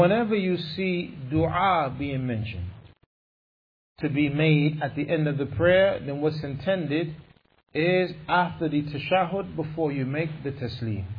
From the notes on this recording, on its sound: Lecture given at Masjid Nur Allah, Queens, NY.